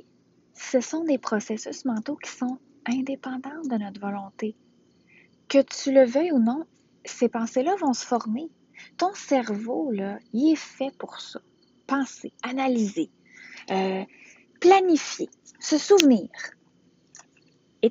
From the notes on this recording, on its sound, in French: Cet épisode a été enregistré à l’extérieur, la qualité audio n’est pas maximale